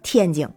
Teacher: 天津话的一声非常的低是一一